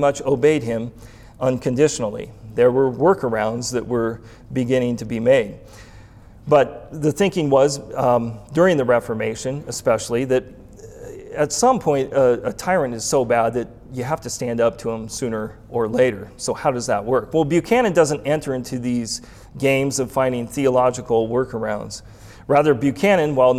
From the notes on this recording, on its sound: Recorded January 29, 2021 at the 2021 Winter Forum in Moscow, Idaho